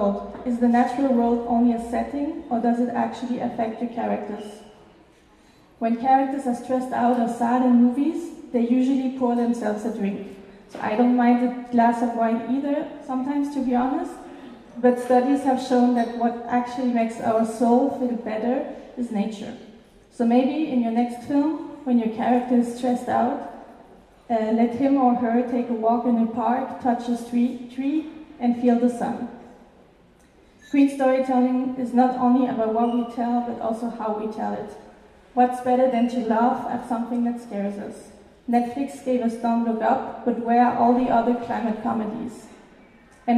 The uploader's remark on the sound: This podcast section was recorded live at WIFT International's Future of Storytelling event.